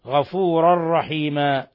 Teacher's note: تنوين فتح جاء بعده الراء إدغام بغير غنة